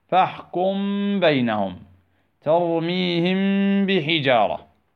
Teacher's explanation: الغنة بمقدار حركتين. فنقلل الاعتماد على مخرج الميم مع الإتيان بالغنة بمقدار حركتين · Term: الإخفاء